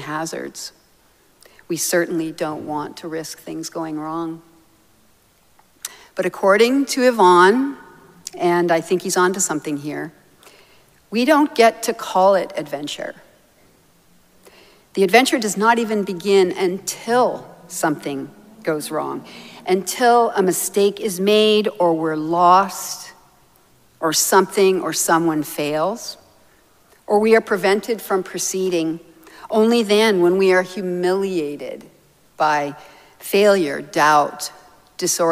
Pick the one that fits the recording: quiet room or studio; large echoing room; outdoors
large echoing room